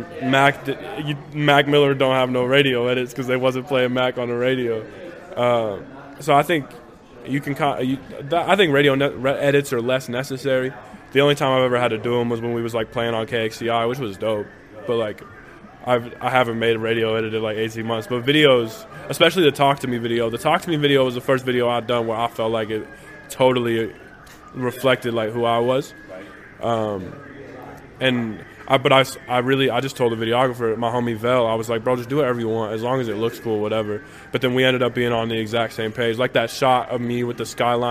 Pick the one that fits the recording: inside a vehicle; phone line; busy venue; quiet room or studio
busy venue